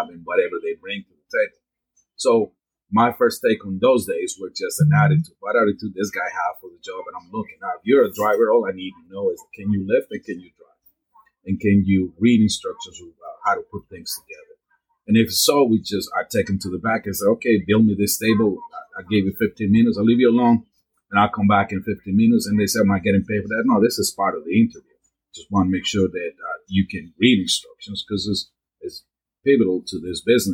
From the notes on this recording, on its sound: Disclaimer - this was our 1st out of studio interview and of course we had complications out of the gate. Once you get to the 18:15 mark we get it fixed.